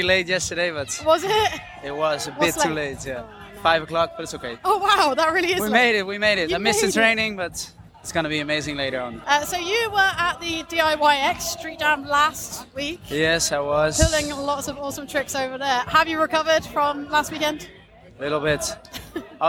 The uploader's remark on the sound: It was my first time recording at a live event so the sound quality isn't the best. Recording at the first ever Snowfest in Innsbruck. Straight from the prestigious urban snowboard competition, Rock a Rail 2022.